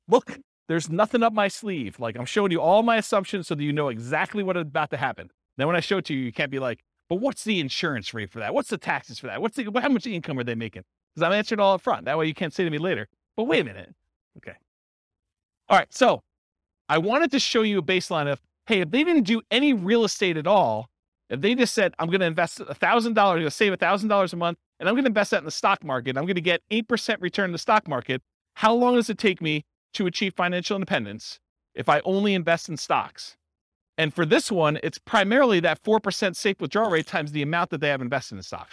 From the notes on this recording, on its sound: This was a live class recorded